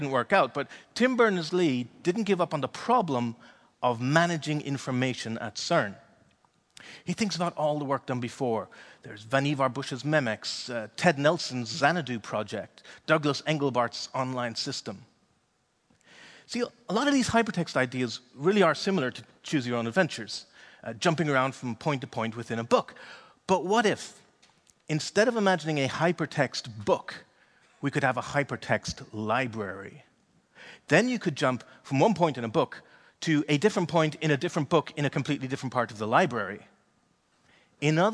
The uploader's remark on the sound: Delivered at the Fronteers conference in Amsterdam in October 2019.